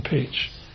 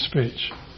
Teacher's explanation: Now, if you don't believe me, lick your fingers, put it in front of your mouth, and say the two words, speech and peach, and you can feel a massive explosion with the P in peach compared to speech